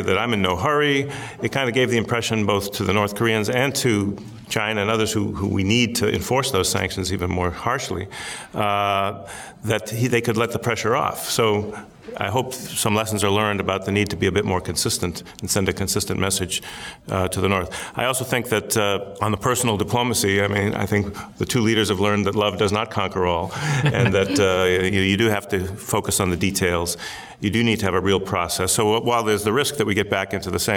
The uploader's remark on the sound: Live from CSIS. In this first live episode of The Impossible State.